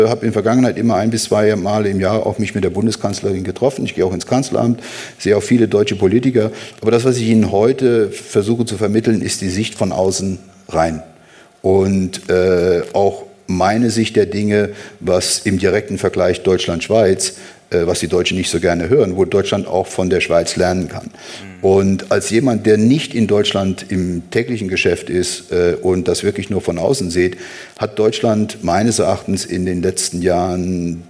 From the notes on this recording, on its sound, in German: Das Gespräch wurde im September im Zürcher Kaufleuten aufgezeichnet.